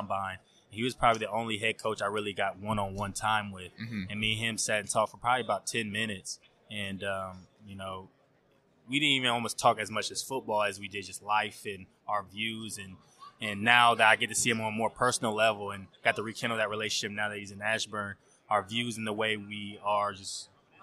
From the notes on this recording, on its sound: on Super Bowl Radio Row!